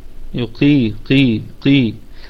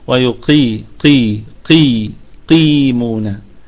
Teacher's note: ويقيمون القاف في أقل درجات التفخيم لأنها مكسورة